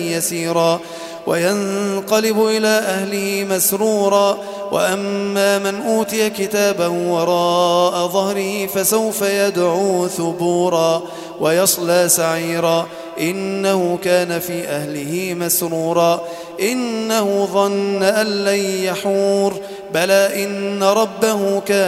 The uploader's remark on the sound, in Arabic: تم تسجيل التلاوة من صلاة التهجد بمسجد الفاروق عمر بمدينة العبور